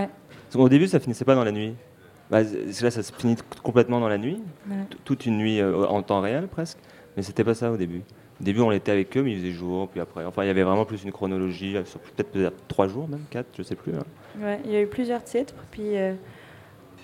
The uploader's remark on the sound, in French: Premier plateau radio du FID, édition 2022, enregistré mercredi 6 juillet 2022 depuis la brasserie Blum.